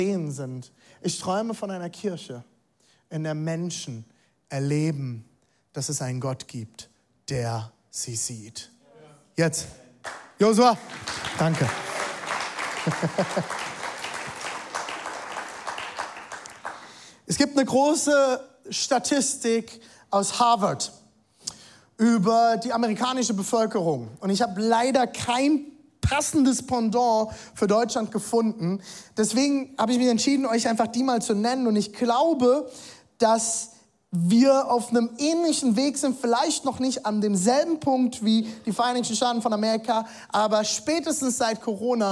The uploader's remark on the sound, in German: Zeal Church Leipzig. Audiomitschnitt der Predigt.